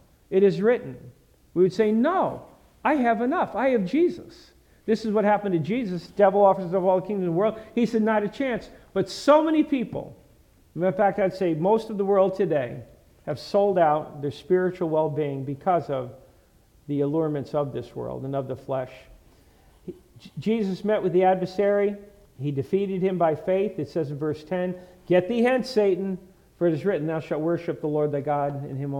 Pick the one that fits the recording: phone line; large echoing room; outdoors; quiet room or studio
large echoing room